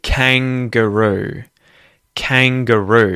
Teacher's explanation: So the emphasis is on the first syllable here.